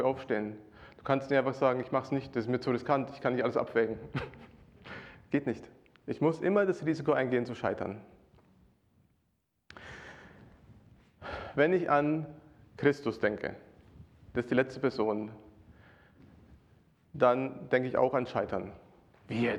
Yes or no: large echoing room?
yes